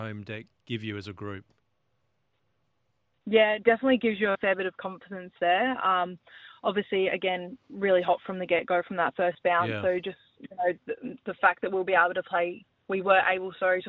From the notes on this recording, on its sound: jumped on the phone